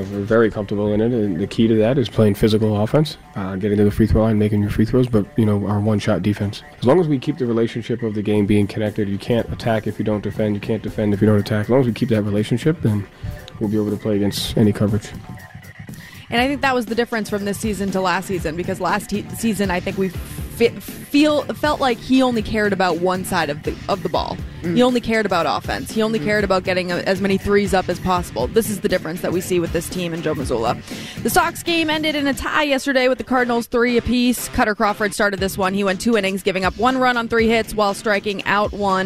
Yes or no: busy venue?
yes